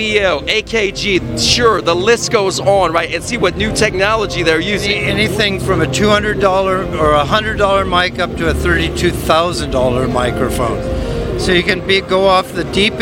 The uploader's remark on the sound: Broadcasts live at NAMM 2023 inside the NAMM Media Center at the Anaheim Convention Center in Anaheim, California.